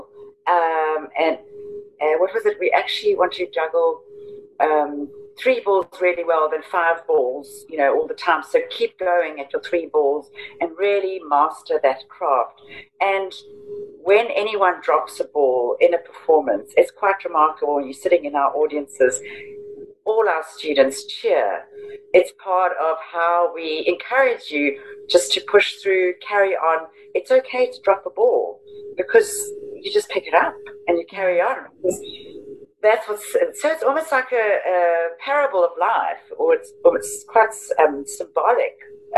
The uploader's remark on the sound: I got on a Zoom.